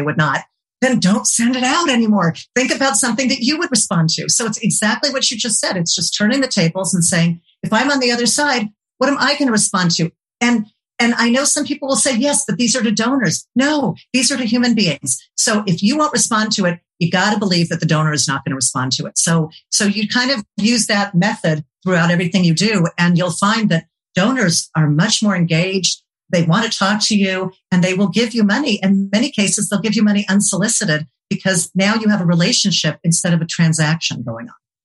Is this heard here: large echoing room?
no